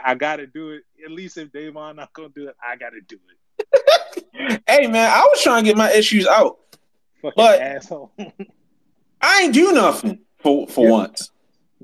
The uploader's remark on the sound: LIVE FROM TWITTER SPACES!